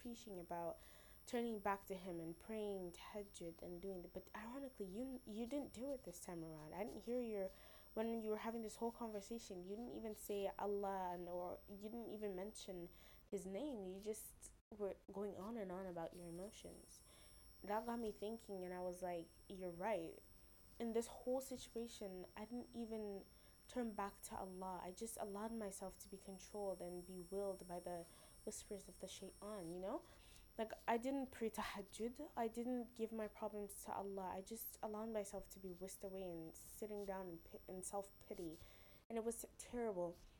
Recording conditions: poor sound quality